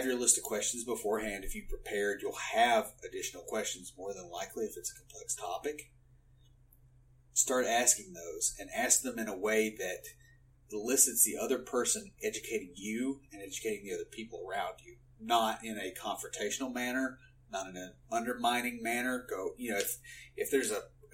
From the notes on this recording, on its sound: We had some issues with our recording for this episode. Please bare with us as we are learning to use the recording and editing equipment.